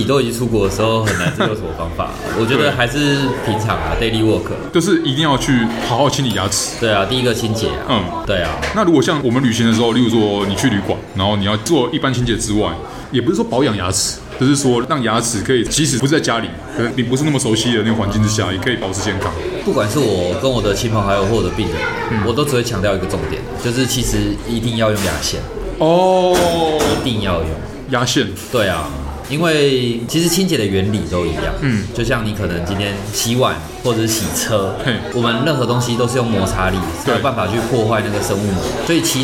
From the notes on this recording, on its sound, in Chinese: 本集白噪音指數：微風級 2/5。錄音地點： 齊客咖啡 The Gathering Cafe。